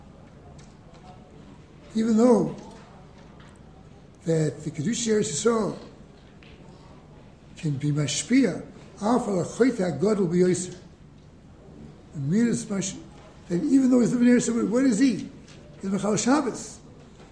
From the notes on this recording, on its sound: Delivered in the Glueck Beis Medrish